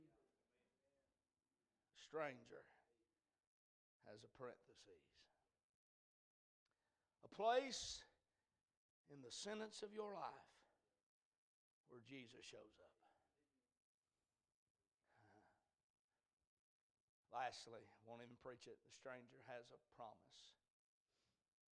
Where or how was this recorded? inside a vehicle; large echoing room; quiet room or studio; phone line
large echoing room